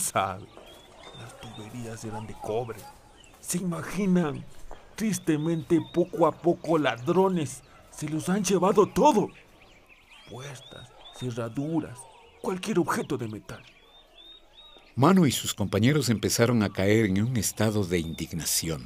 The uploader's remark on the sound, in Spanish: De fondo escucha el sonido del vapor de una locomotora.